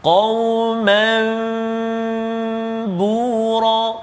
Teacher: kan Ma'al ikhfa kan Berserta dengan dengung kan ha, Jadi uh, Kita dengung tu Kita jangan rapatkan Betul-betul mulut kita